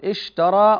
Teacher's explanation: هنا فتحت فمي بالحرف بالألف، هذا فتح